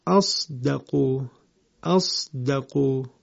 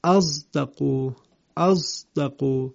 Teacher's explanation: اینجا وقتی تلفظ میکنیم مطابق قرائت حمزه کوفی به این صورت میشود اصدقو، اصدقو، یعنی نه اصدقو هست که صاد کامله، نه ازدقو که زا کامل هستش. هنگام تلفظ صاد بویی از حرف زا هم به مشام میرسه · Shown in: second take · کلن در قرآن کریم 12 مورد هست که صاد ساکن بعدش دال وجود داره و همزه همه این موارد رو به اشمام صاد به زا تلاوت کرده است، مثل همین مثال اصدقو که در سوره نساء آیه 87 و آیه 122 وجود دارد.